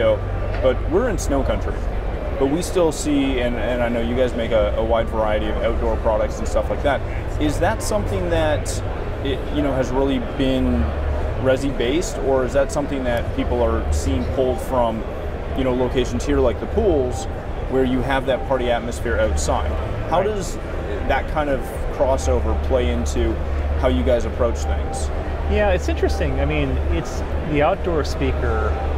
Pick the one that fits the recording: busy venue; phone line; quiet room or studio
busy venue